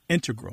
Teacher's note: integral with the stress on the first syllable